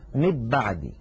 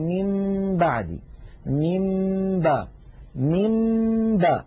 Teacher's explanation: ومر معنا في أحكام الميم الساكنة أن الميم الساكنة إن أتى بعدها باء فحكمها الإخفاء، وذلك بأن نطبق الشفتين على الميم وعلى الباء إطباقة واحدة من غير أن تتحول الميم إلى باء · Shown in: second take · يعني لا نقول مب بعدي، لو قلنا مب بعدي لكان إظهارا لكان إدغاما، ولو قلنا من بعدي لكان إظهارا.